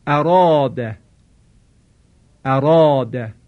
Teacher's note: عنایت دارید که اینجا را مفتوحه، صدای کشیده آ بعد از او قرار گرفته. صدای کشیده آ رو ما پرهج و درشت تلفظ کردیم · در صورتی که بعد از رای مفتوح صدای کشیده آ قرار بگیره، اینجا صدای کشیده آ به تبعیت از رای مفتوح باید تفخیم بشه